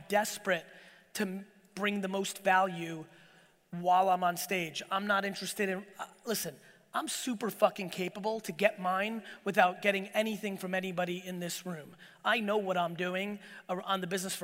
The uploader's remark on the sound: Dropped some real FIRE in this keynote I gave in my home state of New Jersey! Get into some fun Q&A at the end!